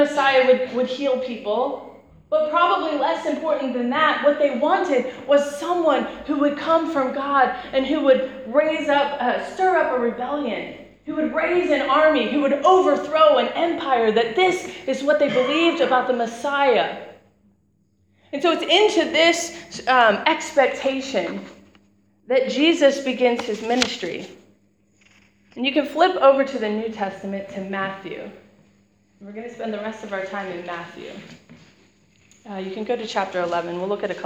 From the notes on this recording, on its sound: Preached on 12th March 2017 at Beacon International Centre.